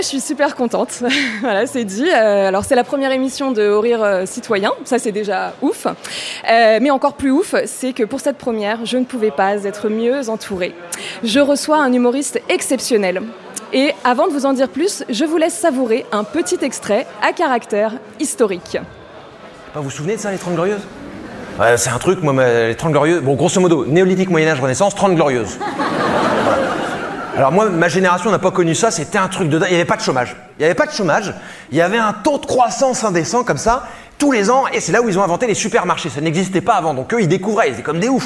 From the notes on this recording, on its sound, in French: On voulait vous faire découvrir ce nouveau format enregistré pendent le So Good Festival. En direct du So good Festival à Marseille.